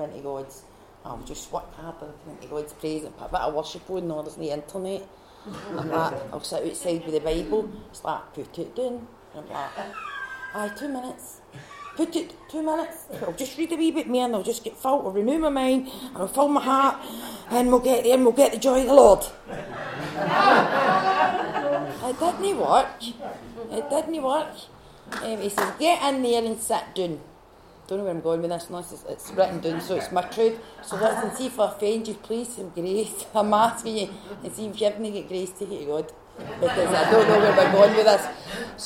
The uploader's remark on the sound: Recorded at our second Resilient retreat at the beginning of 2024